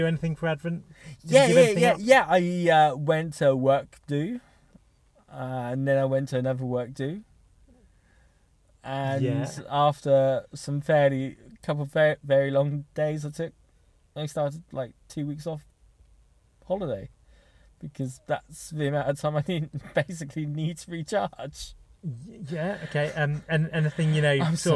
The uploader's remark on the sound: This is the start of two episodes we recorded in a car, in a random pub car park, when it was raining